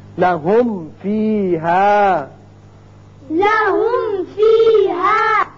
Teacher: لہم فیہا، لہم فیہا، یعنی آسان طریقہ ہے کہ آپ ہونٹوں کو ملائیں جب میم ادا کریں، ملا کے پھر آپ فا ادا کیجئے، ہونٹ ملے تو میم ادا ہوا. اور فا کا جو مخرج ہے وہ ہے اوپر والے جو دانت ہیں وہ نیچے ہونٹ سے لگیں گے تب فا ادا ہوگا